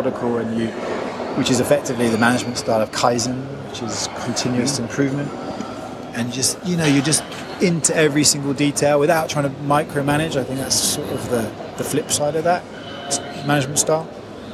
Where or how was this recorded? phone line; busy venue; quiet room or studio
busy venue